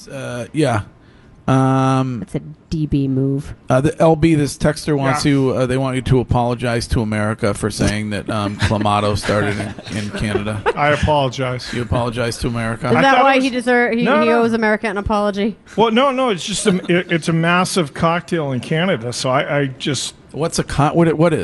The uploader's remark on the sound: Broadcasting live from The Capital Grille